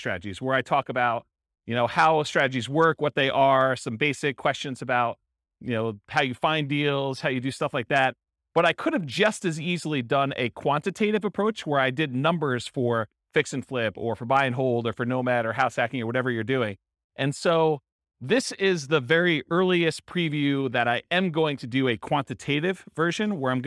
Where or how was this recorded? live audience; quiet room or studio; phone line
live audience